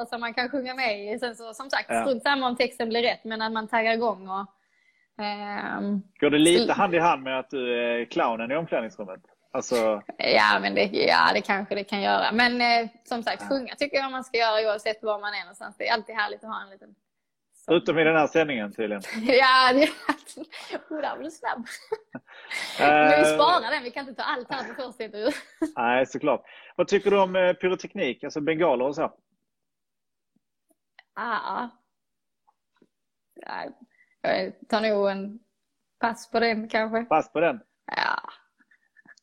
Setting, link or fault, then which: link, video call